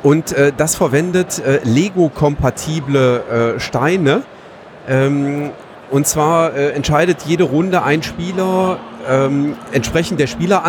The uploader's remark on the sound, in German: Live am Donnerstag von der Spiel 2019